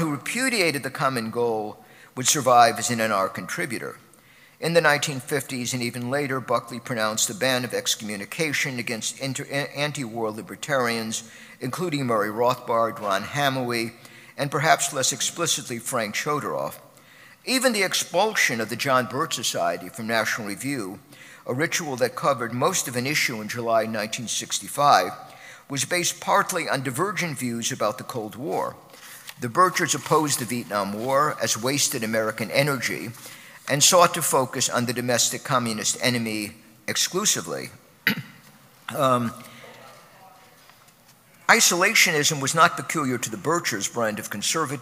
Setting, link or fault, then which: setting, live audience